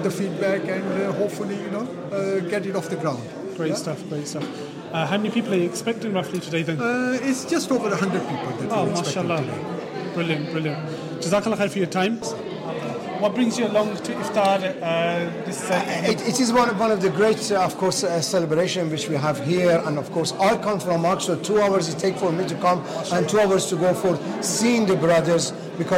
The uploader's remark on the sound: Red Carpet Interviews - Nida Trust Ramadan Iftar.